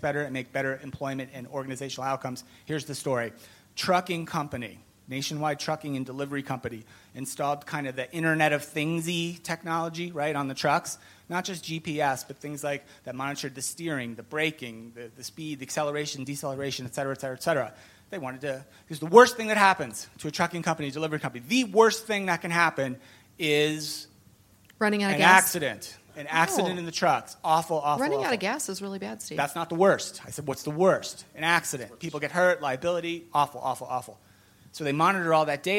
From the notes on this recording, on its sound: Recorded live at Ultimate Software Connections 2020 and in front of live audience of CHROs and Senior HR leaders.